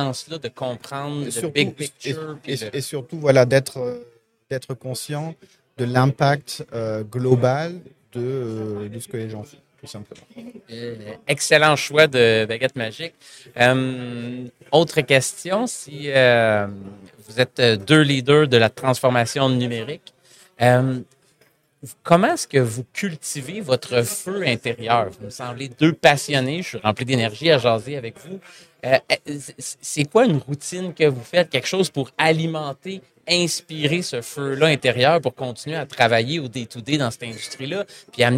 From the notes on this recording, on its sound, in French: En direct du Hardtech à Toronto